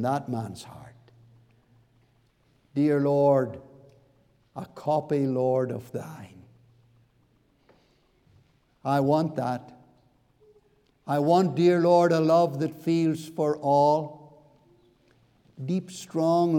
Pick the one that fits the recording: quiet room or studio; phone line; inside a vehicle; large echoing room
large echoing room